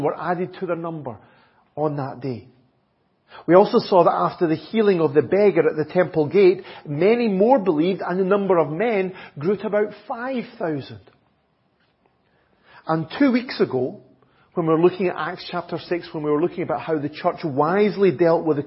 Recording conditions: large echoing room